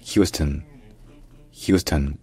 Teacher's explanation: le O devient un schwa, une voyelle neutre, qui en fait est à peine prononcée, parce que l'accent tonique est sur la première syllabe